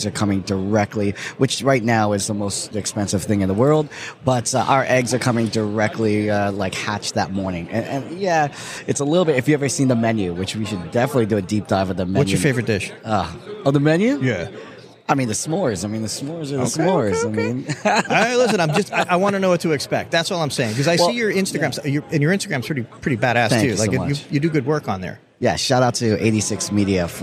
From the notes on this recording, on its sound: This is a short interview we were fortunate to record while at the NAFEM23 show in Orlando.